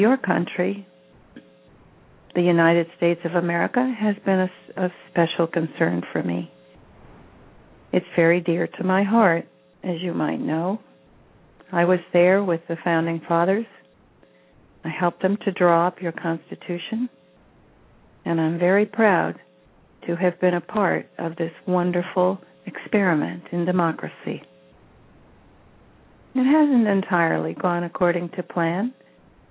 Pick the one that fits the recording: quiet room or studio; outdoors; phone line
phone line